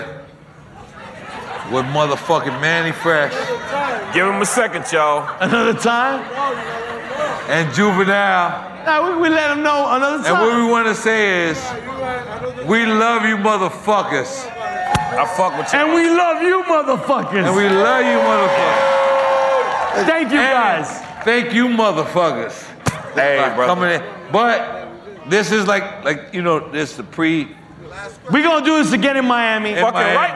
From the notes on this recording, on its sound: Live from REVOLT World